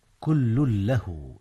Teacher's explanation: إدغام تنوين كل في لام له، وهو إدغام بغير غنة